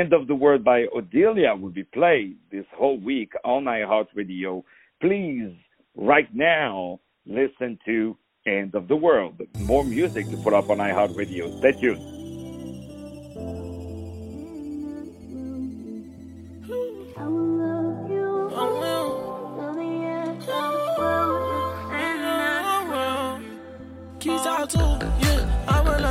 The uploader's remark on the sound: On the phone